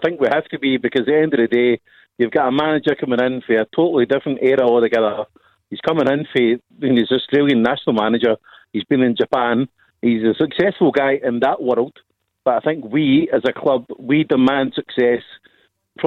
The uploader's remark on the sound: Clyde 1 Superscoreboard. Take your calls.